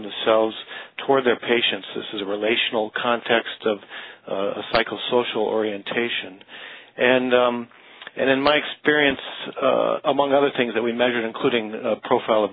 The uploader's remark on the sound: April 2009 Author in the Room® Teleconference